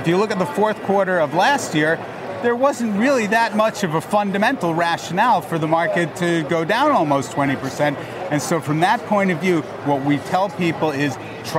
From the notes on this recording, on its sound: live from the New York Stock Exchange.